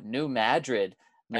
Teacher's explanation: With the emphasis on the first syllable